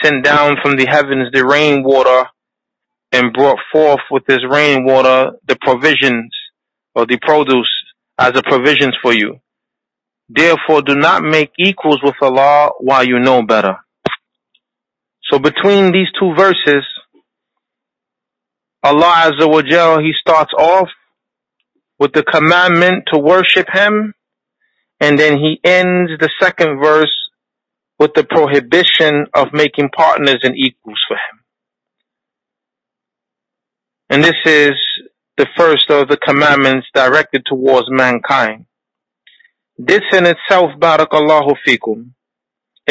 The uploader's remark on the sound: A Toronto Tele-Conference Event